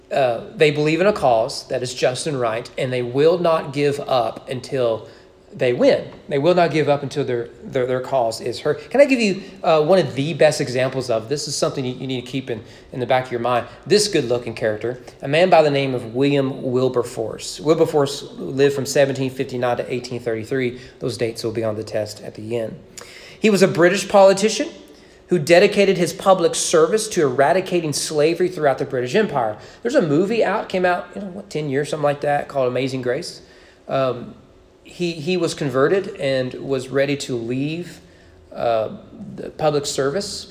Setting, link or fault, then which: setting, large echoing room